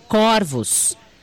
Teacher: diferentemente do singular, no plural, a palavra corvos é pronunciada com o O aberto